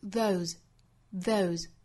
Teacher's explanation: Those 后面这个 se 呢也是读浊辅音的，不能读 those，而应该是 those.